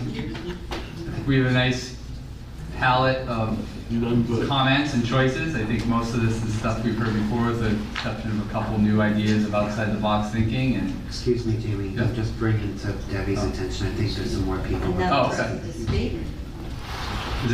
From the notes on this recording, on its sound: This session of the radio show shares the audio for the Davis Thayer Reuse Committee meeting held on Tuesday, August 15, 2023 in the Council Chambers.